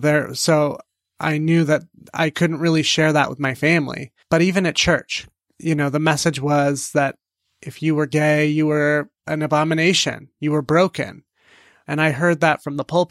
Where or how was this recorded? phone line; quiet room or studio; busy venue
quiet room or studio